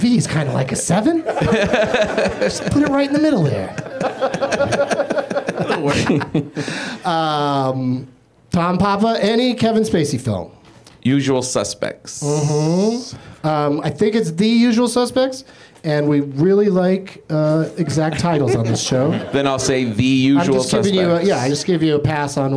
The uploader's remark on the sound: Live from the UCB Franklin